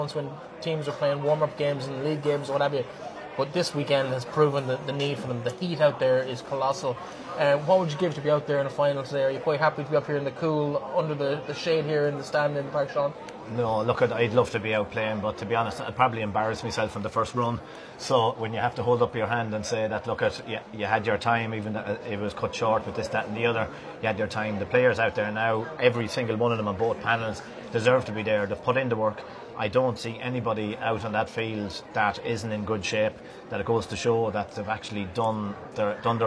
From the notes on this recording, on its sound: Live first half commentary from Avantmoney Pairc Sean MacDiarmada